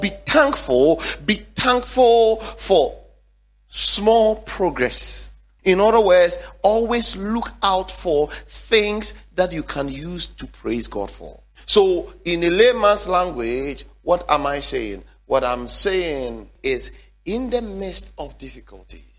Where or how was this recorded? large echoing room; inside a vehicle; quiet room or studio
large echoing room